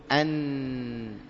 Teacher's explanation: أين يذهب اللسان؟ يذهب في الحنك الأعلى الذي فوق الثنايا · Term: مخرج النون